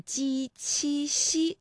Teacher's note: 舌面的前部和硬腭的前部接触或者是接近构成了阻碍啊。那比如说呢，我们可以这么来理解，就是我们的气流呢从后面往前发的时候啊，这个硬腭前部和舌面前部构成了一个阻塞，然后呢这个慢慢的这个阻塞又离开了，气流呢就从窄缝当中挤出来，那摩擦成声，声带呢是不颤动的。其实我们读这个鸡七夕的时候呢也不是完全的一样哈，比如说大家读鸡的时候，这个气流呢和读七的时候呢感觉到明显的不一样，因为读七的时候会觉得要用力喷一口气，那另外呢，就是我们注意一下，从书写上呢，“鸡栖息”和“淤”相拼的时候，“淤”上的两点要省略哈，也要分辨一下，这时候我们的韵母到底是“淤”还是“乌”。那接下来呢，我们继续今天的故事，也请大家留意一下，在